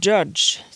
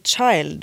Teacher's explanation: en stemt og ustemt variant av den som er ch og dj. Det er det som vi kaller for en afrikat.